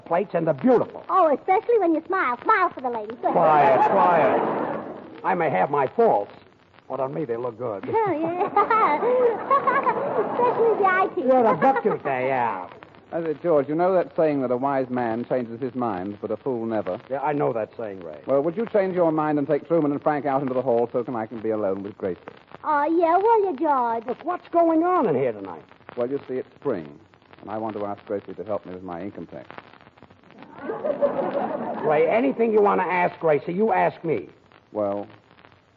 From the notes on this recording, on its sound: As these shows have been in the public domain for quite some time, the audio quality of these episodes can vary. Don’t adjust your dial… it’s most likely the audio file itself.